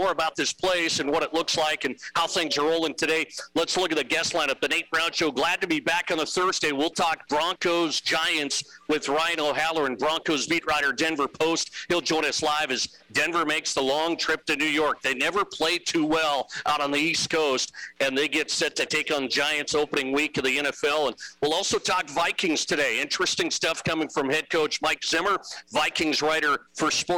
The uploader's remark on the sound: Apologies about the audio for the beginning of the show; one setting was way off while recording.